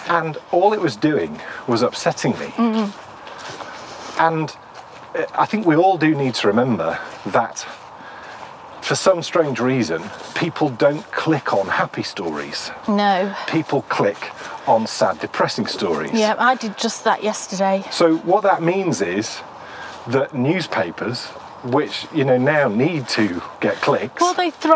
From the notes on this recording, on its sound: you need your walking boots for this one because its time to get a little muddy as we take a walk in the woods